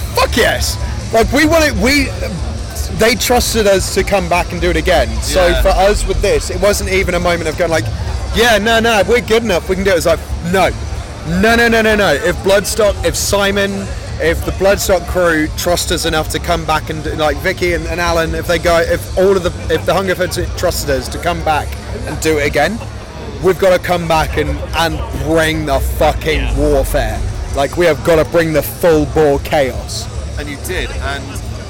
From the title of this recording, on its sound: Bloodstock 2023 Interviews